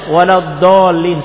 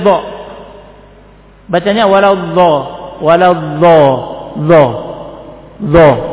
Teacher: Waladdallin, dhad ya, waladdallin. Sebagian orang tidak bisa baca dhad, mesti lari ke dha. Bacanya waladdha, waladdha, dha, dha.